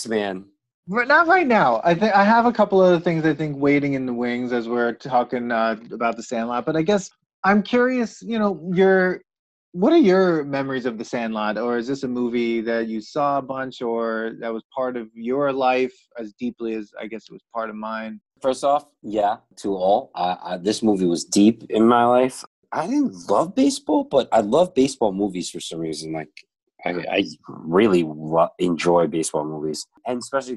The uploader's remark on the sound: We recorded this on June 28th, 2020 on Zoom so there are small sound discrepancies and tech issues